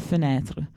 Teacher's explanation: in francese invece la schwa viene prodotta, quindi inizia ad avere un suono, con un leggero arrotondamento delle labbra, e risulta essere un po' meno centrale rispetto allo schemino